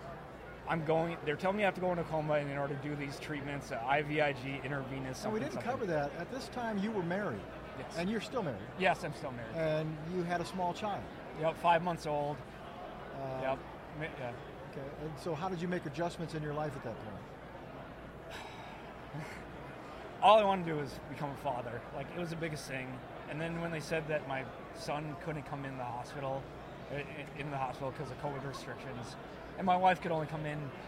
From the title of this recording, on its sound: Podcast at AmFest